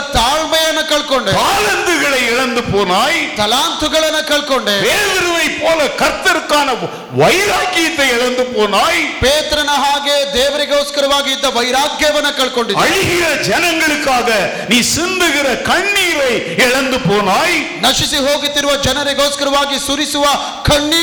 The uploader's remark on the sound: Day 3 Sermon - Preached at Full Gospel Church, Jalahalli during July 2023 on the occasion of the Church's 55th anniversary.